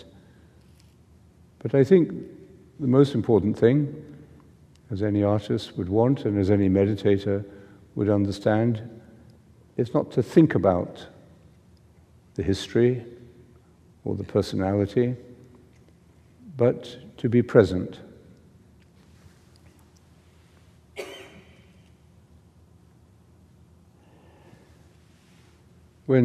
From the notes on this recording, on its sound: Pre-Seminar Retreat JMS 2017 (talk 06, Rothko Chapel). Rothko Chapel, Houston, TX.